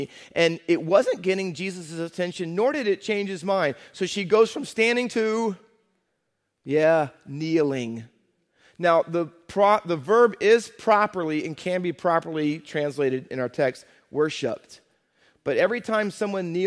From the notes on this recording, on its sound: Faith Baptist Church in Hamilton, NJ.